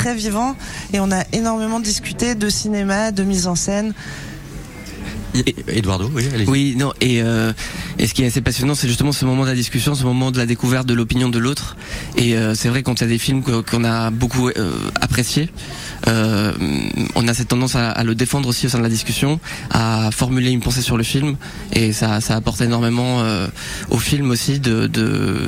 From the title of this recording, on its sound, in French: En direct du Festval International du Film "Nouvelles Vagues" à Biarritz